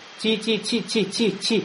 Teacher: А «ти», «ти», когда ты «ти» говоришь, шипение появляется. Значит, тебе надо «тэ» заменить на «даль» и потихоньку «даль» сделать переходящий в сторону «тэ».